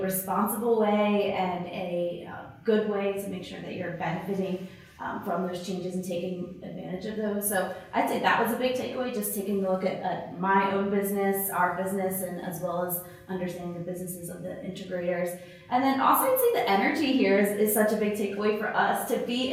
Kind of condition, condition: setting, busy venue